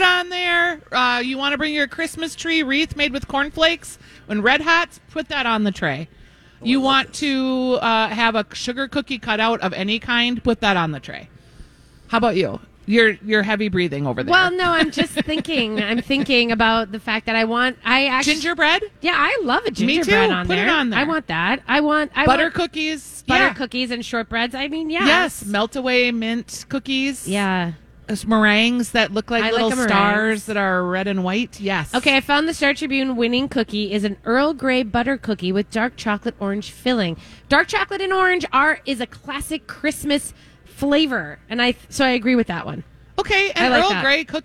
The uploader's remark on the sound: Live from Surdyk’s!